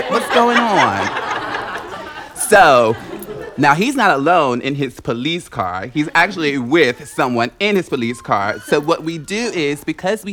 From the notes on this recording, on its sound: All stories were recorded at the touchpoint town hall in NYC on March 3, 2018 at The Assemblage Nomad.